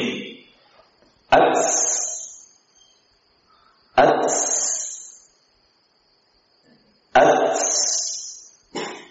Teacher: termasuk kesalahan di dalam mengucapkan huruf ta mengganti hams dengan suara sin, ats, ats, ats, bukan at tapi ats.